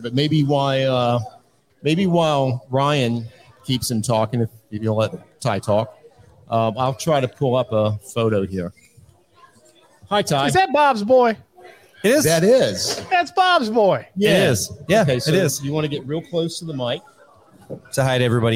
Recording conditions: busy venue